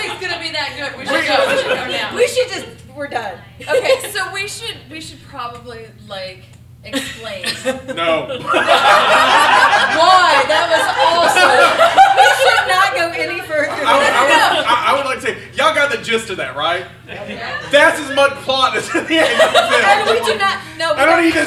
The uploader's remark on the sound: LIVE at MOBICON 2018.